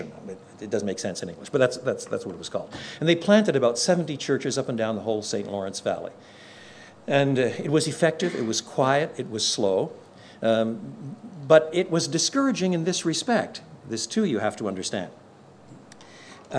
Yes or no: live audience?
yes